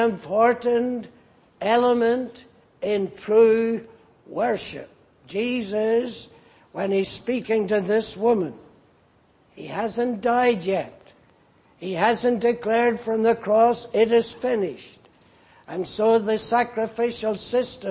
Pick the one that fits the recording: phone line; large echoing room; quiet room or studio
large echoing room